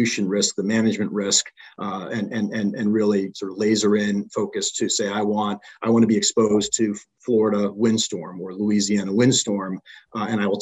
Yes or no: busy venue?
no